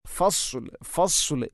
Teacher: ഫസ്ലിനെ സ്വാദാണ്, സ്വാദിന് പകരം സീനാവുന്നത് പ്രത്യേകിച്ചും ശ്രദ്ധിക്കേണ്ടതാണ്.